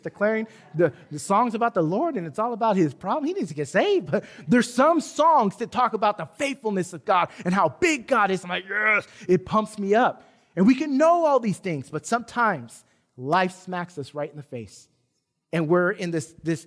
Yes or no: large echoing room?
yes